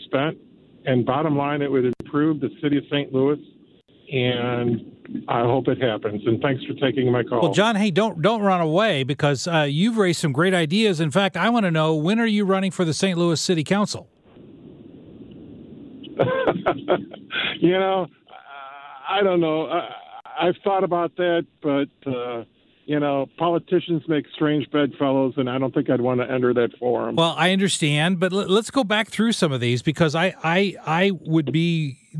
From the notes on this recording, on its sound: takes your calls